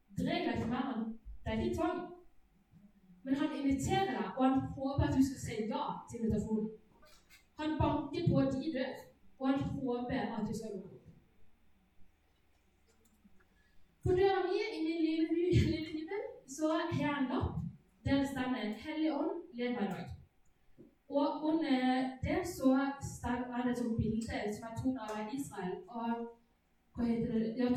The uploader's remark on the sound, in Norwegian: Beklager, dårlig lydkvalitet.